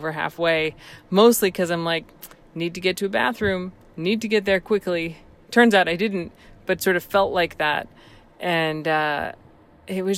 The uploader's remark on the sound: We recorded this podcast in the car because we needed to talk about the DNF (did not finish).